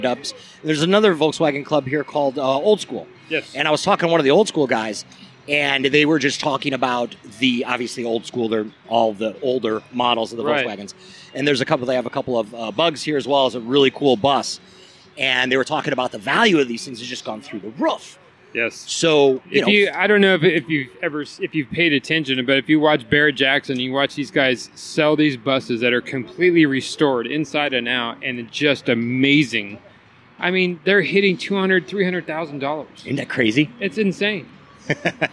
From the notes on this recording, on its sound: Oktoberfest Car Show – SoCal’s Annual Volkswagen. This on-site podcast recorded live during the event. In Ontario, CA. Obviously as you can hear by the background noise, this is a…live podcast is a complete oxymoron, right?